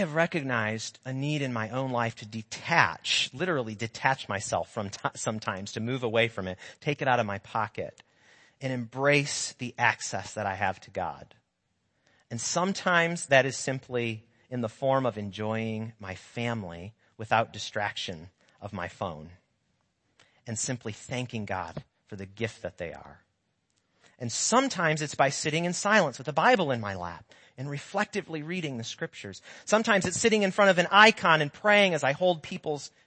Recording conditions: large echoing room